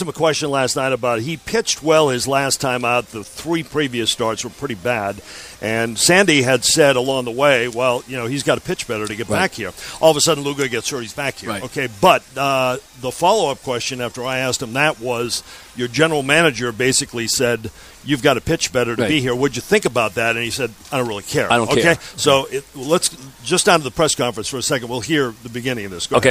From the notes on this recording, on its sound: Live from Citi Field.